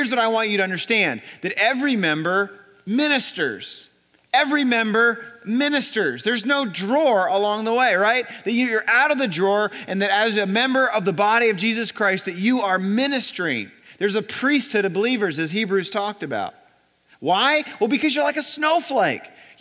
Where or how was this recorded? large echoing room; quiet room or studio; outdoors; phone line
large echoing room